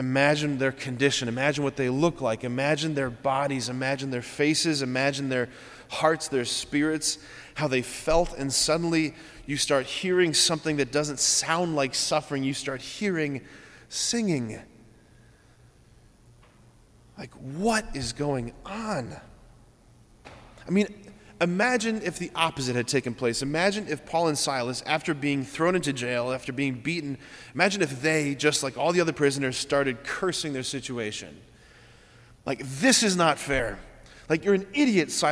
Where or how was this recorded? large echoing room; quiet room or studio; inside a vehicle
large echoing room